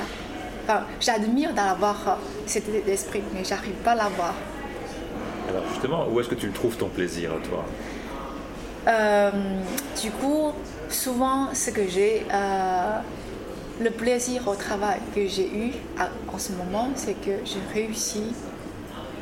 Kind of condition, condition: setting, busy venue